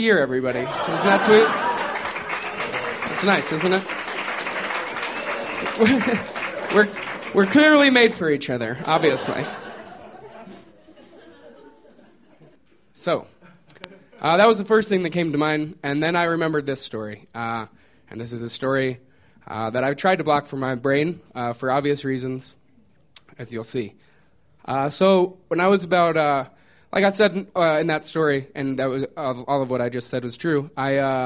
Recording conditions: live audience